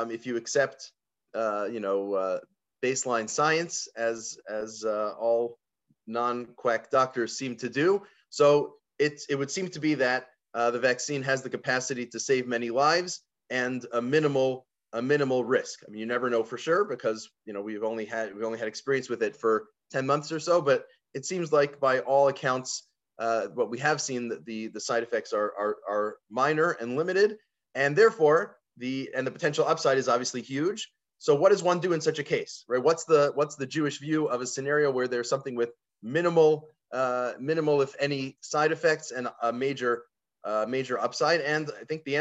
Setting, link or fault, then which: link, video call